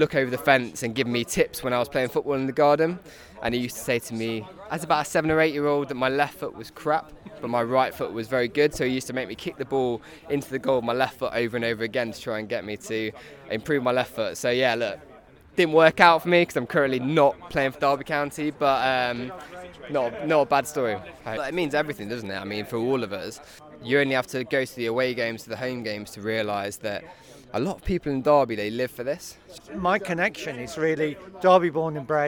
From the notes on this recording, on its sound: recording a podcast in the back